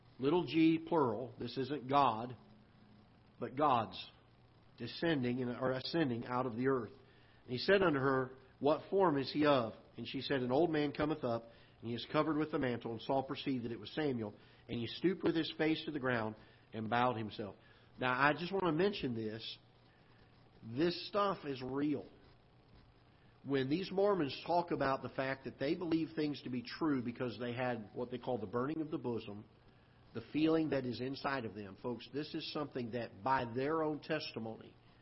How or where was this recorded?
large echoing room